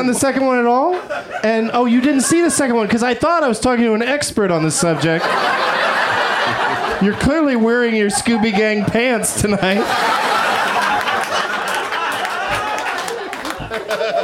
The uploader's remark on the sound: Live from the UCB Franklin